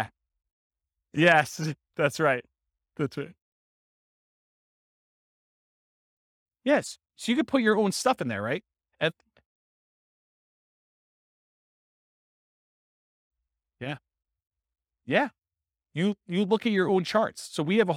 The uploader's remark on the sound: This was a live class recorded